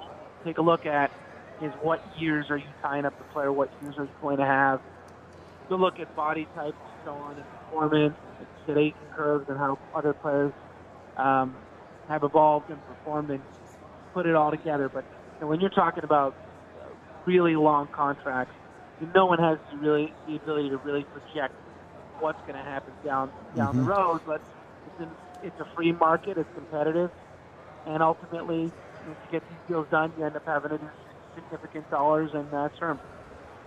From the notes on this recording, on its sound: Live from Radio Row at Super Bowl LIII on Wharton Moneyball.